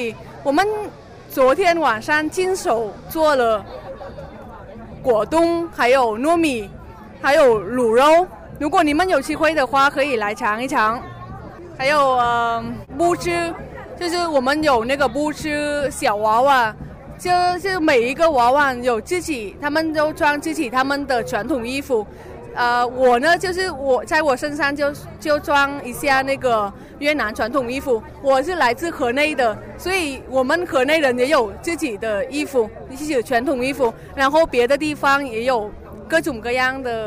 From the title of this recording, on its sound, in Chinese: 2014北京科技大学文化节现场报道